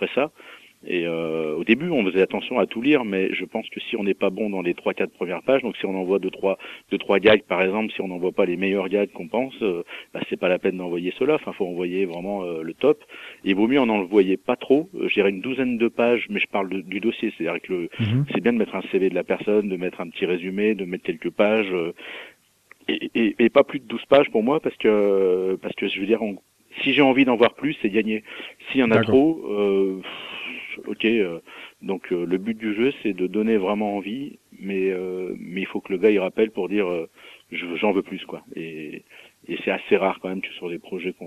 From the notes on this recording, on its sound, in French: reçoit par téléphone